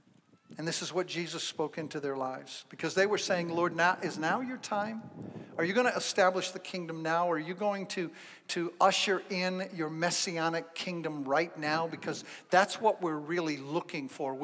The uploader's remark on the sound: Zion Fellowship in Canandaigua, NY. This episode is the first live sermon he gave after the shut down due to Covid-19 in the parking lot of the church.